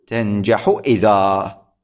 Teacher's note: هذه الكلمات إذا وقفت عليها تقلب النون ألفا